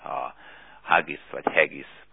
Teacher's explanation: Furcsa végül is a kiejtése, hiszen itt valahogy az A és az E között ejtik